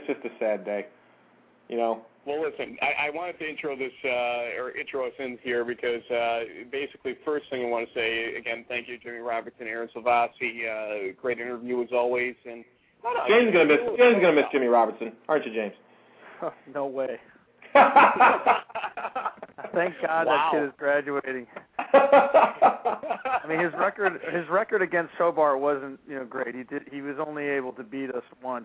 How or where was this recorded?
phone line